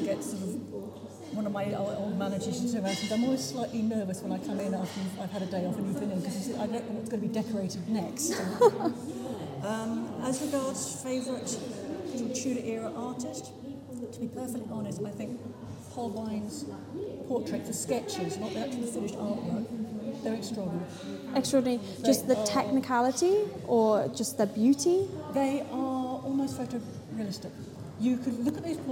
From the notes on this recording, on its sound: This podcast was recorded on-site with guests at the museum looking at the Tudor art.